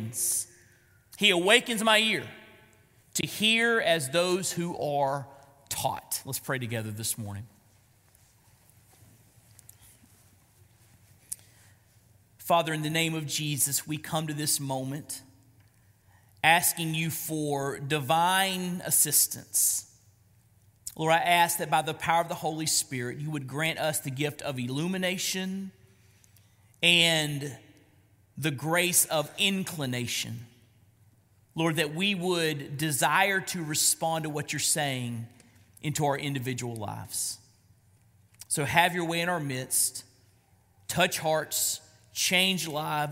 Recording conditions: large echoing room